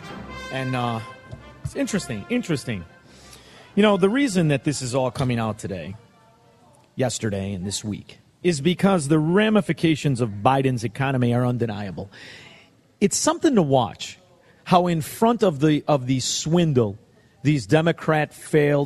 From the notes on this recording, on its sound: broadcasts LIVE from the World Premiere of Uncle Tom II